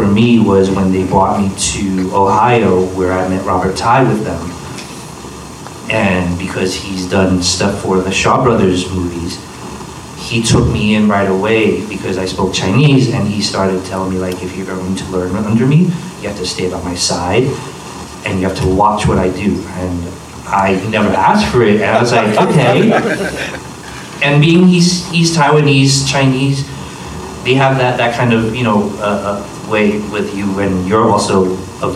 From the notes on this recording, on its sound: From the Urban Action Showcase & Expo 2023, the Kung Fu Drive-In Podcast hosted the BEHIND THE ACTION Panel